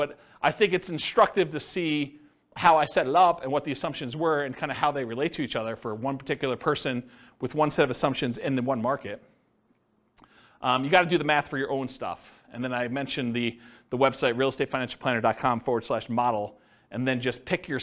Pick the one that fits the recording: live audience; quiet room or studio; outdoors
live audience